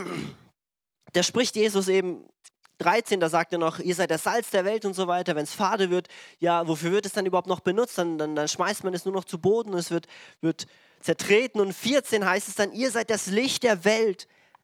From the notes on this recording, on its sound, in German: Diese Folge wurde am Sonntag den 09.01.2022 in der Gemeinde Kaleo Schopfheim aufgenommen.